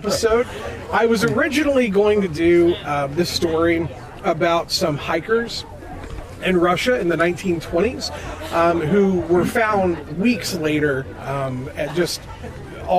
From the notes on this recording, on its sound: Live At Bridgeport Farmers Market. We come to you recording live from the Bridgeport Farmers Market in West Virginia.